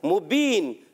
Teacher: मीम पर पेश आने की वजह से होंठों की अदायगी, होंठ गोल करके अदा करेंगे